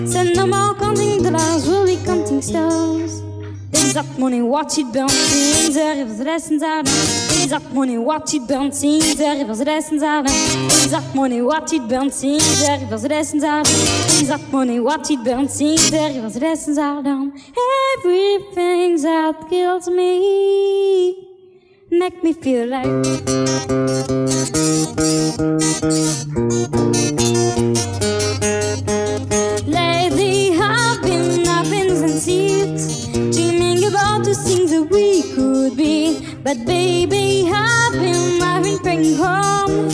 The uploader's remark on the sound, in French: Enregistrement réalisé lors du concert dans les thermes de Chassenon